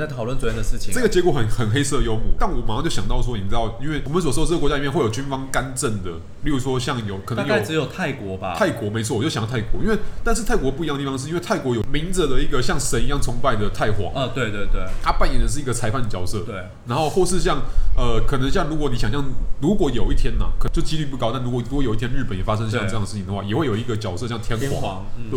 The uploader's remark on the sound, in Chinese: 本集白噪音指數：蚊風級 1/5。錄音地點：登陸土星土耳其咖啡永康店。